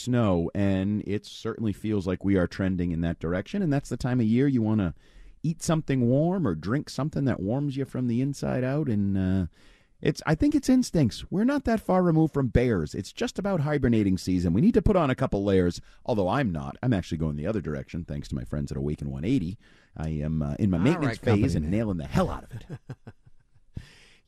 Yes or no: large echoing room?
no